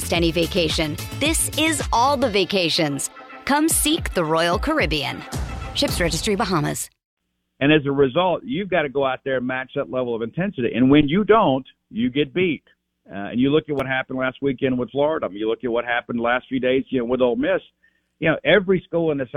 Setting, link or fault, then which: link, phone line